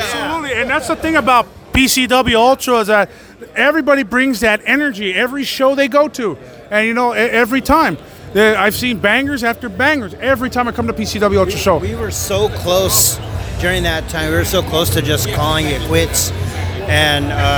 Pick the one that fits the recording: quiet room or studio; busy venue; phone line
busy venue